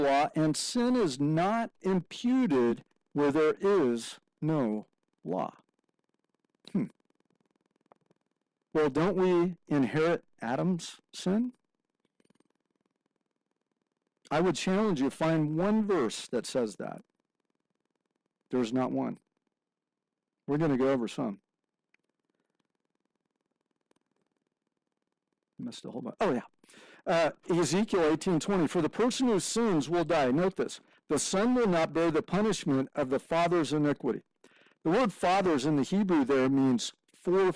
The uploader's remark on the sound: Forgive us for the sound quality - that should be fixed next week.